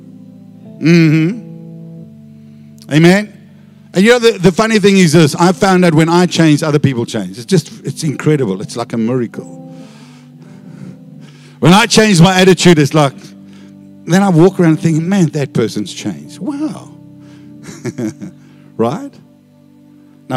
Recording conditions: large echoing room